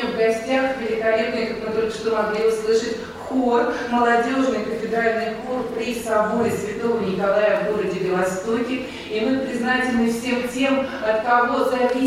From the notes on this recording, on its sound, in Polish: nagrania z kolejnego wernisażu w Rosji, który odbył się w Muzeum Historii Religii w Sankt-Petersburgu